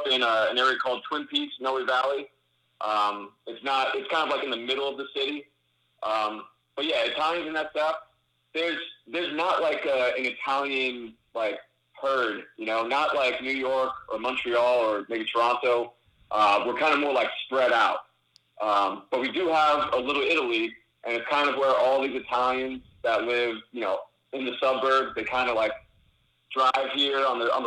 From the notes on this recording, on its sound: for a call-in segment